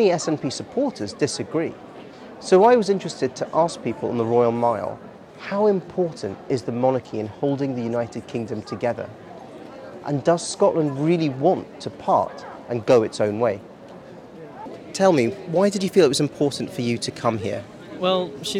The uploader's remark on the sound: This podcast was recorded on Edinburgh's famous Royal Mile, where we spoke with many people.